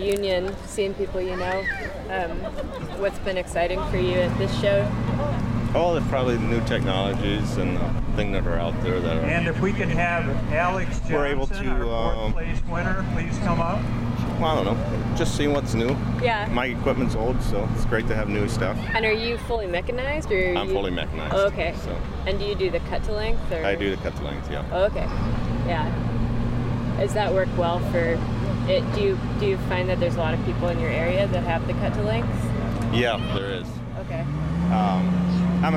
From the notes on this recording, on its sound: takes a recorder around the annual Great Lake Logging & Heavy Equipment Expo in Escanaba, MI